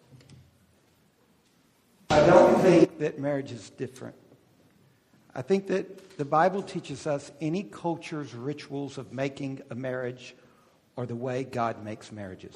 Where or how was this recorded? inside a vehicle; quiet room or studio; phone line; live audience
live audience